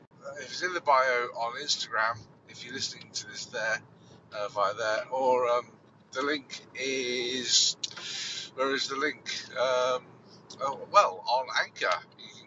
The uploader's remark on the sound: I recorded this early on Sunday morning, whilst driving. I recorded this on an iPhone 7 using Ferrite. I uploaded the audio to Anchor and then did some editing direct on the Anchor app.